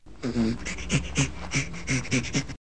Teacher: Well, it is a vocalization. The vocal folds are vibrating, but it sounds more breathy. This means that the vocal folds are just not used in a very regular, stable manner, but they are being used. · Term: panting chimpanzee laughter